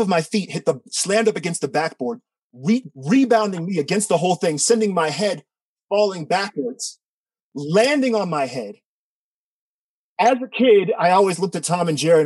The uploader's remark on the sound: told this story live to a virtual audience on 17 March 2021